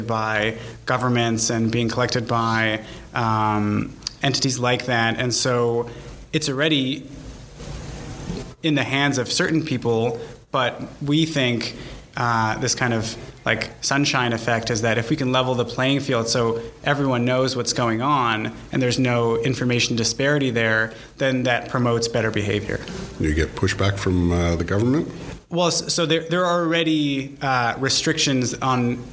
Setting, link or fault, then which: setting, busy venue